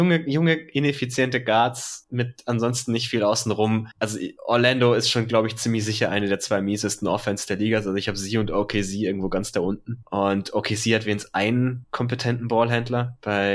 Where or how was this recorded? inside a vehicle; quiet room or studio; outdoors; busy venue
quiet room or studio